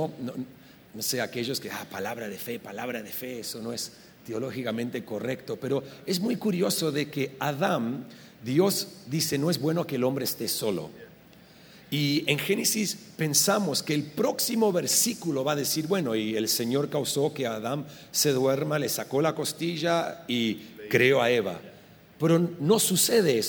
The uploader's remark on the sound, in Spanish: Esta conversación se grabo en vivo durante la conferencia efecto 2018.